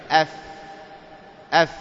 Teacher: الواو والفاء أيضا من حروف الشفتين، فالواو من الشفتين بانضمامهما أو، والفاء من ماذا؟ من الشفة السفلى مع الثنايا العليا أف أف. وأيضا أن الفاء حرف ضعيف أضعف من الميم، يقولون